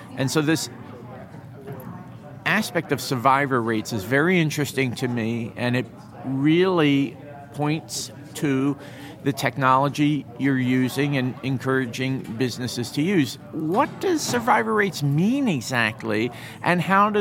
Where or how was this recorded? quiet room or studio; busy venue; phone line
busy venue